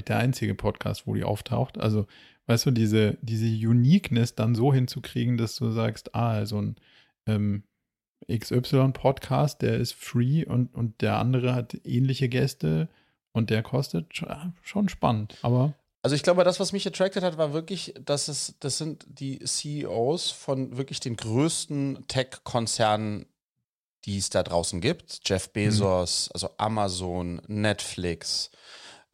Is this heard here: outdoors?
no